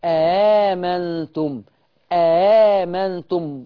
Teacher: في تسهيل لكن ما فيش إدخال